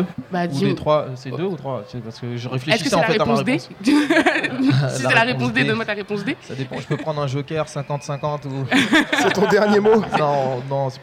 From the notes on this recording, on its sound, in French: Fête de quartier du Champy Noisy-le-Grand. Une émission enregistrée en public. À l'occasion de la Fête de quartier du Champy à Noisy-le-Grand.